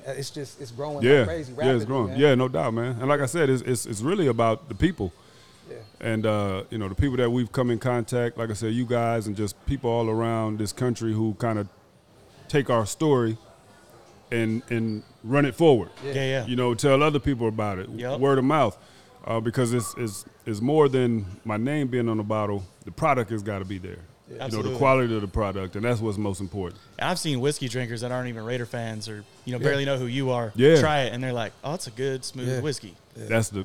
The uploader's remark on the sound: LIVE from Bar Code Burgers in Las Vegas